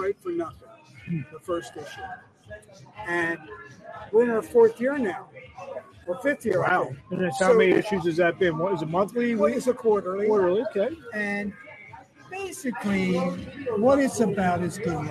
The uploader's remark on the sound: LIVE FROM ATLANTIC CITY BOXING HALL OF FAME